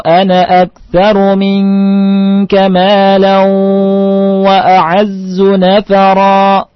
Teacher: Kalimat ana dibaca pendek kalau di wasal.